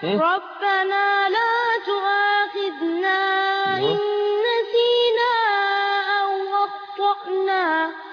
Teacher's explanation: والخاء مكسوره تاخد ادنى درجات التفخيم